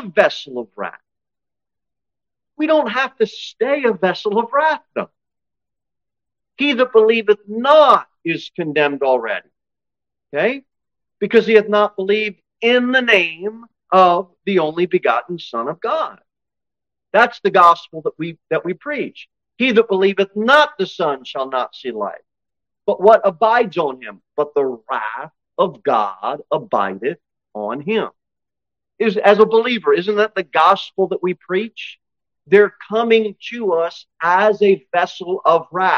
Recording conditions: large echoing room